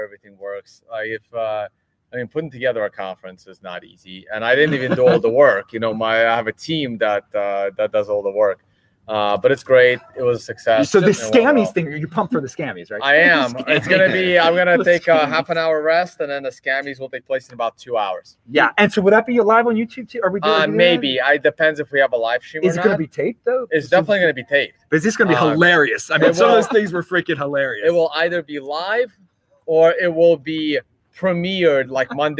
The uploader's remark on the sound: LIVE from Unconfiscatable! Recorded in Las Vegas, NV!